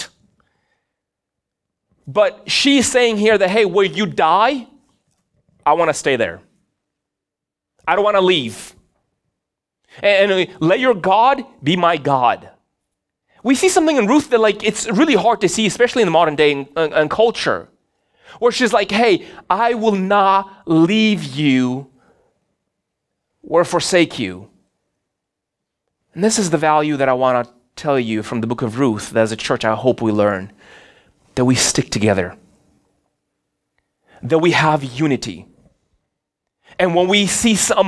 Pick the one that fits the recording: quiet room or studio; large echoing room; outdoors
large echoing room